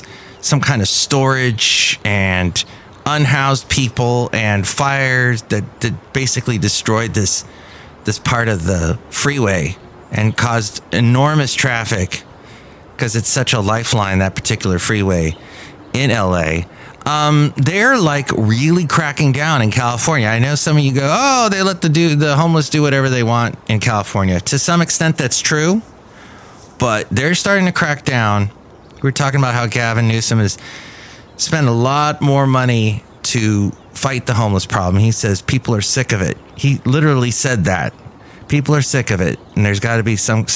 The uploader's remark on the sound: podcasts live from Café Anyway